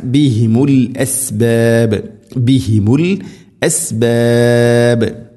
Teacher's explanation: അവസാനത്തിൽ അസ്ബാബ് ബാഇനെ കൃത്യമായിട്ട് കേൾക്കണം. ഖൽഖലയുടെ അക്ഷരമാണ്.